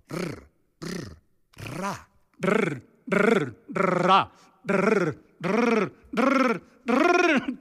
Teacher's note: colocando la punta de la lengua en lo alto del paladar, de suerte que al chocar el aire expelido con fuerza, la lengua cede y vuelve al mismo sitio, produciendo una especie de vibración. R. R.